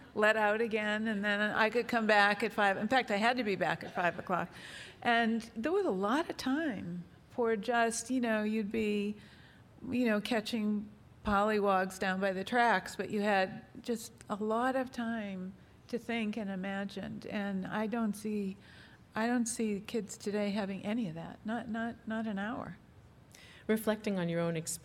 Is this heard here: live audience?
yes